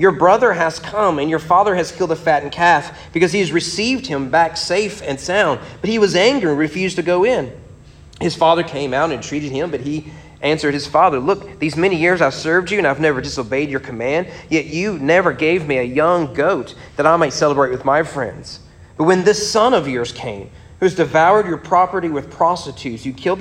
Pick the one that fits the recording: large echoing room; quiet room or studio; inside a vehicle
large echoing room